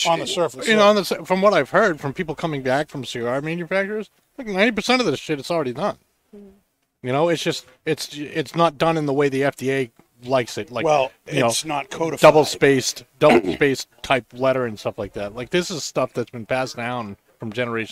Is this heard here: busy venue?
yes